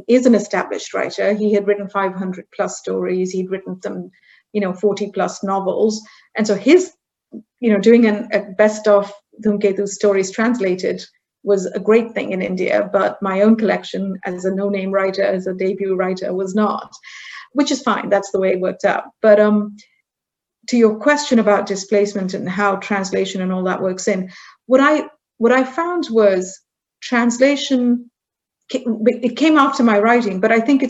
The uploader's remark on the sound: This episode is the audio version of a live online session from #JLFHouston2020.